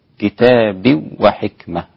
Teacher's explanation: أسقط الغنة الإمام خلف